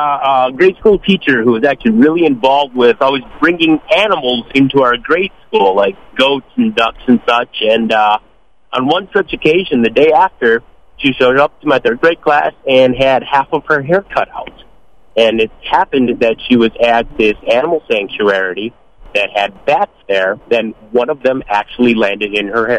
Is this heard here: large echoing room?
no